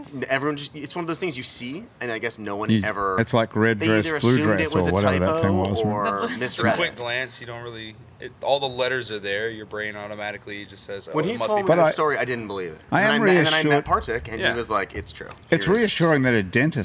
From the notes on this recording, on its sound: Now thousands of people are crammed into the club while our small crew gets to hang out in the sunny outdoors in the courtyard.